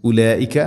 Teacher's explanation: ഉലൈക മദ് മുത്തസിലാണ്, നിർബന്ധമായിട്ടും നാലോ അഞ്ചോ ഹർക്കത്തിൻ്റെ ഖദറിൽ അത് നീട്ടണം. മദ് മുത്തസിൽ വാജിബാണ്.